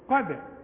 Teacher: قلقل الدال وخدناها ترقق